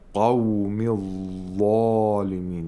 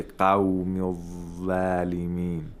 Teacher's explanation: قاف and ظا، they both have the characteristic of isti'la. Isti'la means that you have to pronounce them with thickness. · Shown in: first take